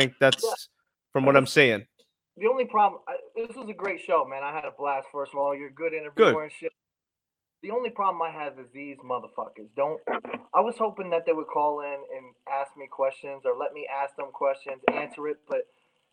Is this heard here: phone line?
yes